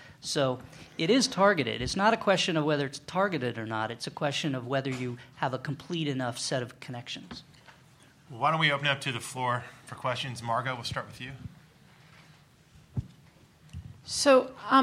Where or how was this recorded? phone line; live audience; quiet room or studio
live audience